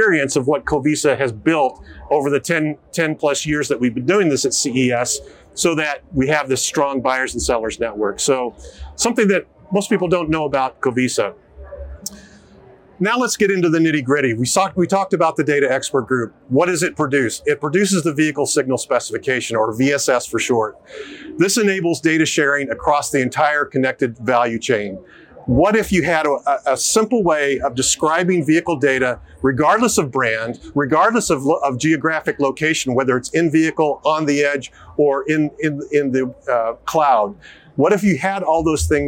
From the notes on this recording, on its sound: Filmed live at CES2024